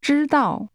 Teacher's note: This is pronounced with a high level followed by a falling tone.